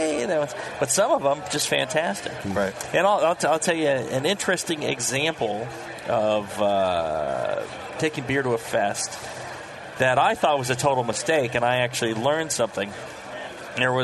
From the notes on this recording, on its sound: Broadcast live from the National Homebrewers Conference in San Diego. In this on-location episode of Brewing With Style.